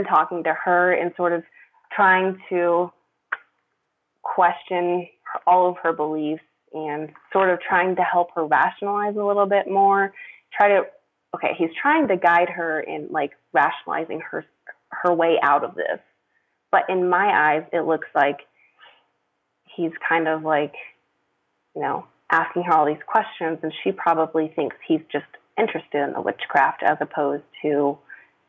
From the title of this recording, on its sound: Freedomain Call